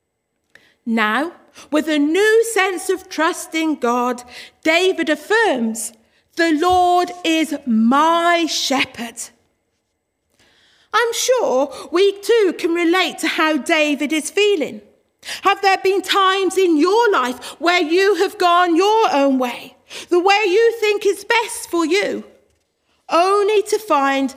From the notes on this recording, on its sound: Worship from Morley Salvation Army, originally broadcast live in April 2021